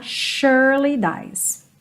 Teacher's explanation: Percebe que esse S do surely tem som de X